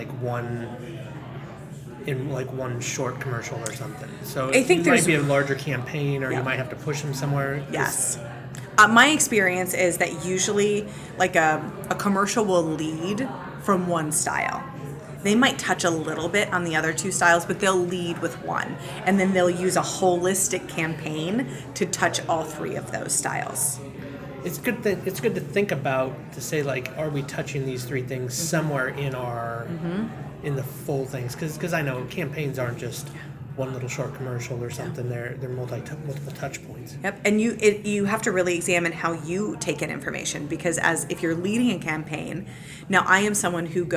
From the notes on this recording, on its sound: OnBrand Conference in Omaha, Nebraska. Right next to where the taco bar was being set-up.